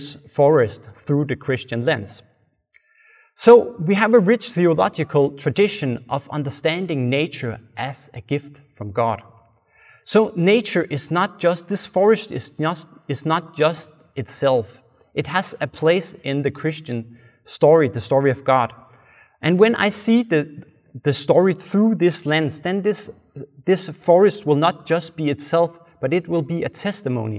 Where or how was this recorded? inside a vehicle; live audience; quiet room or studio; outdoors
live audience